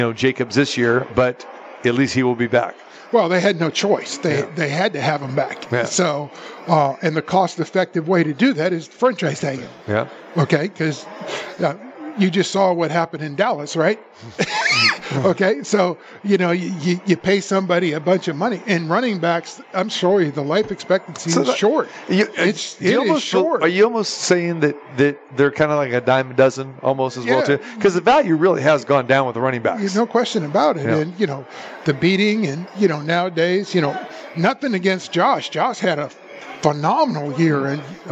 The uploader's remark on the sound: Live at the Suoerbook at the Westgate